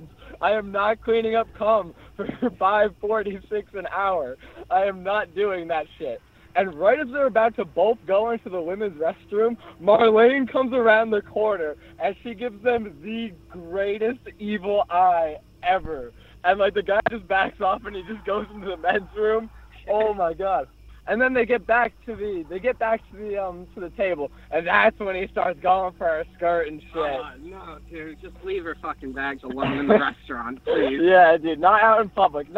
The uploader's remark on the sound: The episode is recorded in a haunted forest so there is background noises throughout.